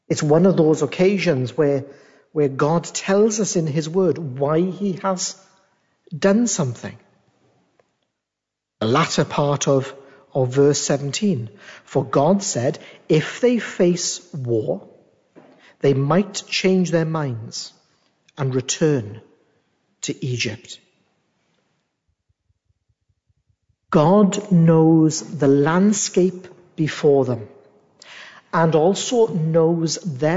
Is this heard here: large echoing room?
yes